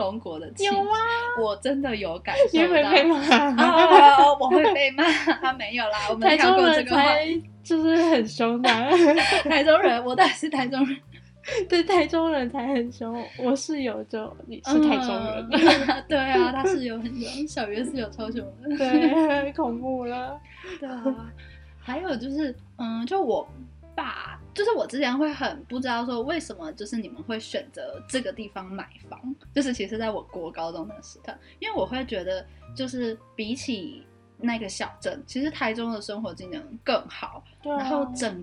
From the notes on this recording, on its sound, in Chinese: P.S.因為我們還是小新手所以音質跟內容還有待加強！